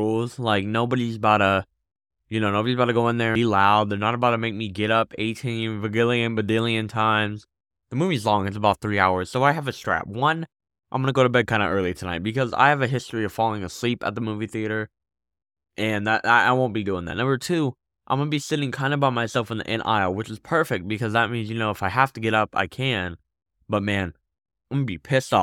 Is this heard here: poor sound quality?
no